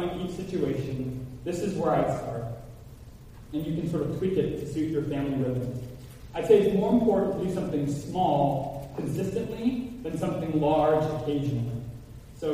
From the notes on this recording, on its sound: Apologize ahead for echo in Audio recording.